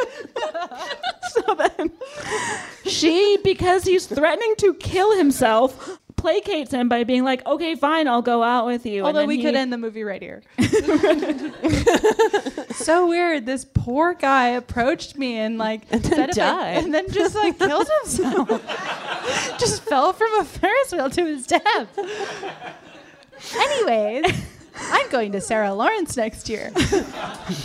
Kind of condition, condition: setting, live audience